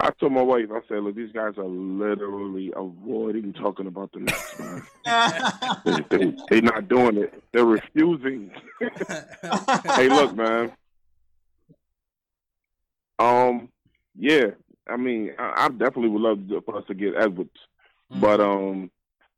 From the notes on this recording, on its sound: take live phone calls from fans around the world